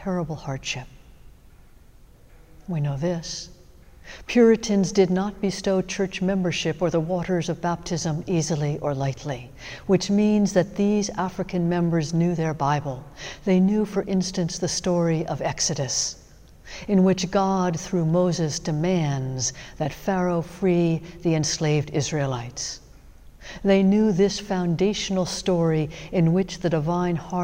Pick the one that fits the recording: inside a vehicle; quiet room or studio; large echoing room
large echoing room